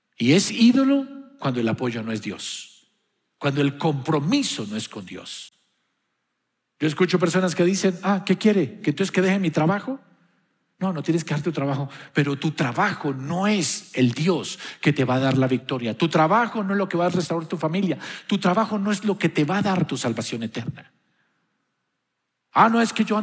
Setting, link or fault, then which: setting, large echoing room